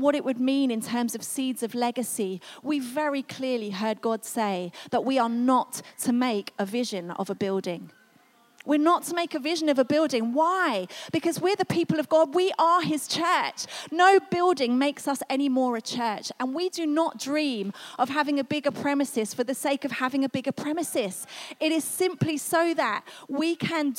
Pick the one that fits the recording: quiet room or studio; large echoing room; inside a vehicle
large echoing room